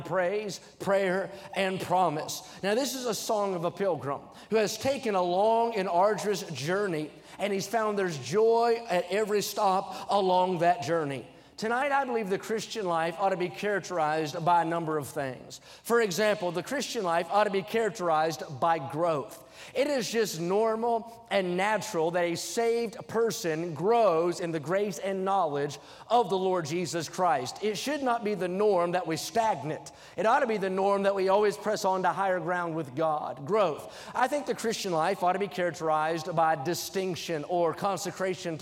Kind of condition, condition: setting, large echoing room